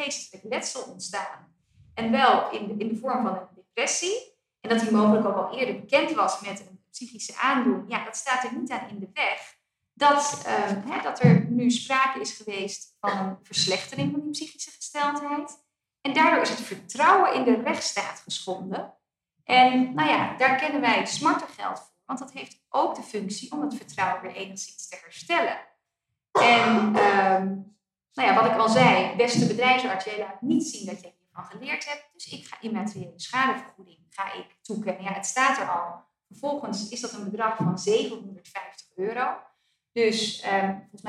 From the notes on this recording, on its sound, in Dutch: Law Talk 85 (Live). Deze speciale aflevering van Law Talk is opgenomen tijdens het WVO Event op donderdag 5 oktober 2023 in aanwezigheid van 130 relaties van WVO Advocaten.